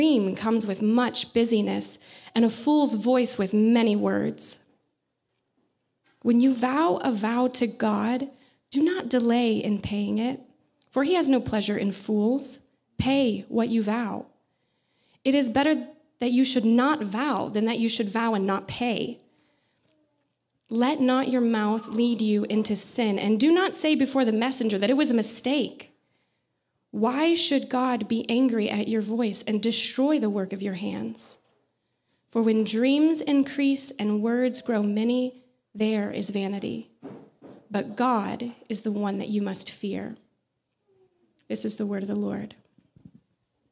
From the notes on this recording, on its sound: audio from New City Church in Champaign-Urbana, IL